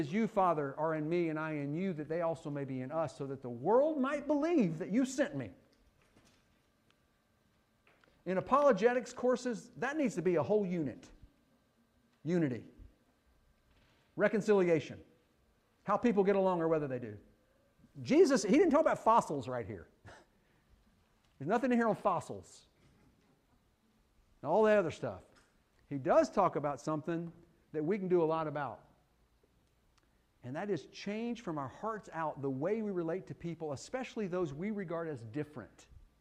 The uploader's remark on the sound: Fuquay-Varina church of Christ sermon audio